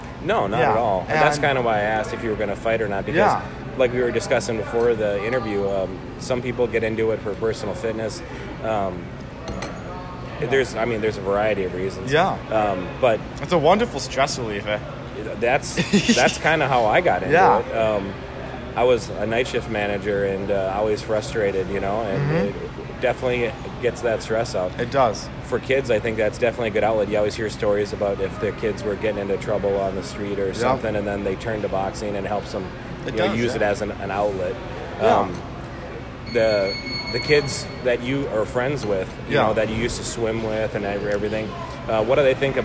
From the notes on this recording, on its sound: At the Rice Street Old School Boxing Gym. The Minnesota Fight Night podcast.